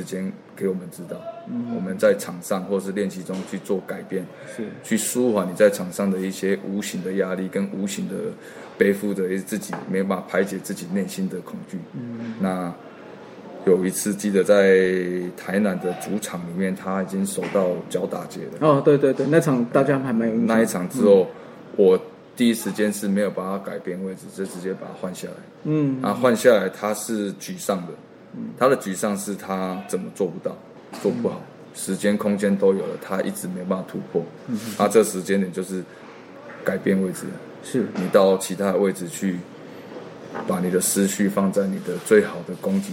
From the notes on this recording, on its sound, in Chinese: 本集錄音於球場，全程使用錄音設備較精簡，音質不佳請見諒。特別南下到獅隊春訓基地。